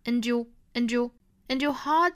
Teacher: 这个 and 若读成 n 和后面的 your 连读同化